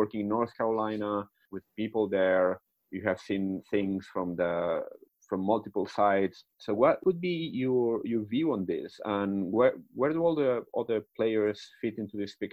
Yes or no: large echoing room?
no